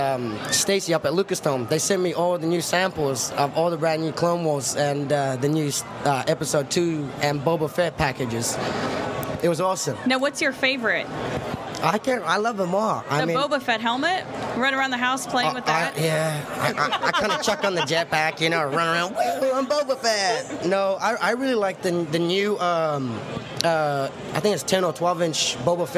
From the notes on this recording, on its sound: Coming to you live from the Sandtroopers.com booth on the convention floor